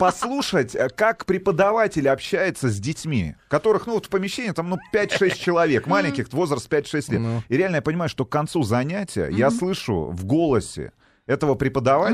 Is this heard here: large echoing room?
no